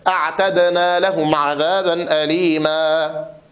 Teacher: فنحرص على بيان همس التاء وجهر الدال، على بيان همس التاء وجهر الدال، أعتدنا لهم عذابا أليما.